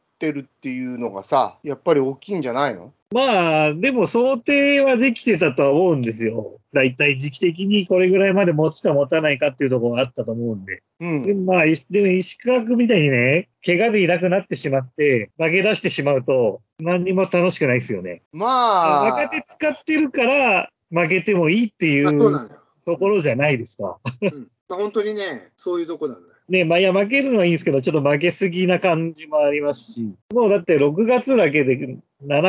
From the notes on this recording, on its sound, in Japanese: 今回はリモートで音声が悪いです。